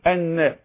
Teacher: من طرف اللسان مع منطقة اللثة هكذا، يعني طرف اللسان يشبك أهو مع أهو الثنايا، في الثنايا الثنايتين النابين هكذا.